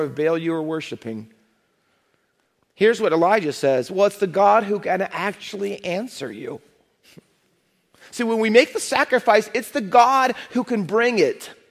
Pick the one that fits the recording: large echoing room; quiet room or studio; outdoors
large echoing room